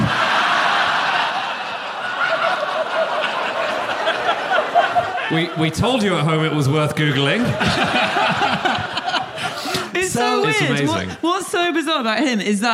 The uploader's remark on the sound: Live from Uffculme